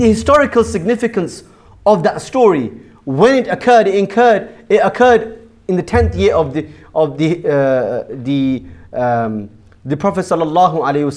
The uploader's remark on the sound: Jummah Kuthbah | Friday 6th April 2018 | Bashir Ahmed Masjid Southampton